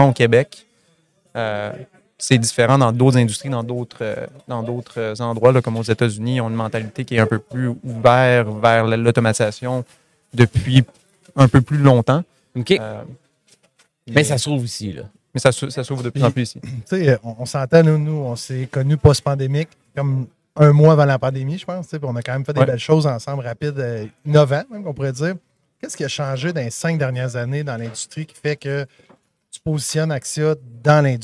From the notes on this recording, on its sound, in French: En direct du Transal Saguenay